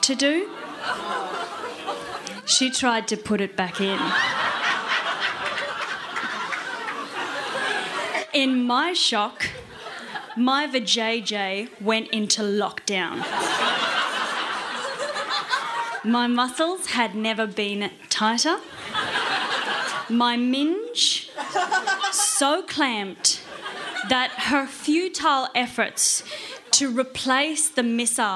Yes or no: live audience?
yes